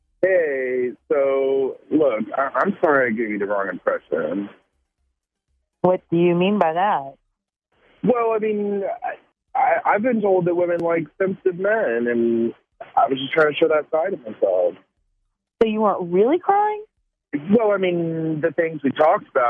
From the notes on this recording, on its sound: we got them on the phone together